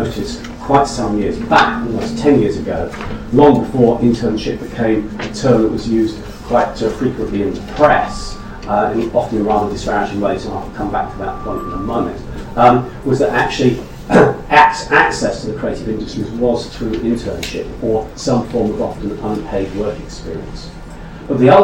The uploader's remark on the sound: speaks at SRHE Employability, Enterprise and Work-based Learning Network